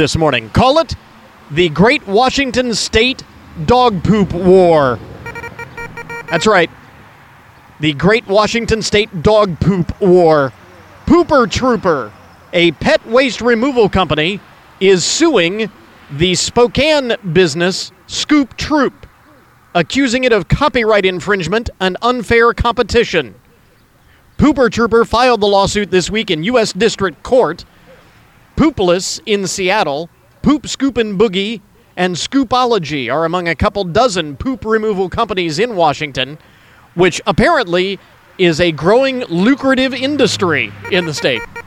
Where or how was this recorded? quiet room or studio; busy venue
busy venue